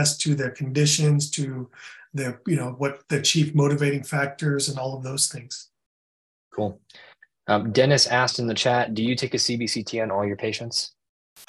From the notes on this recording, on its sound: In this webinar recording